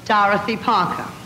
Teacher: R's at the end of syllables have a way of softening or even not being present · Term: R-lessness